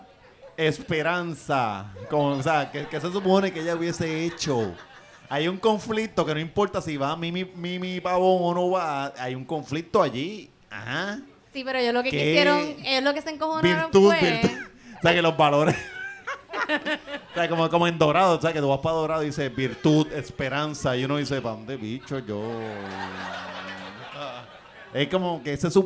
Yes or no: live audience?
yes